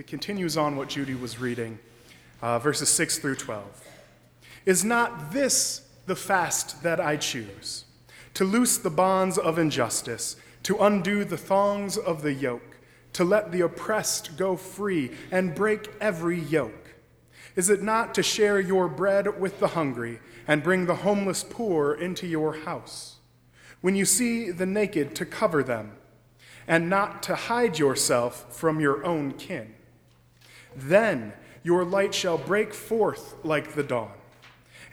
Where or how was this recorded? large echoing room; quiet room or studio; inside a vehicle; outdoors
large echoing room